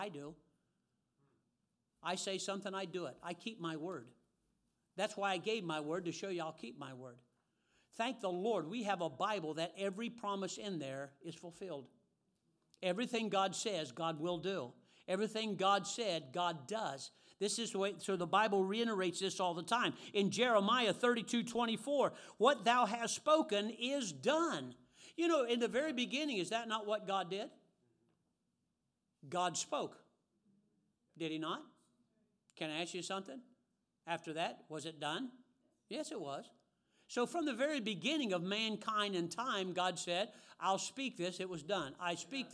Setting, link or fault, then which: setting, large echoing room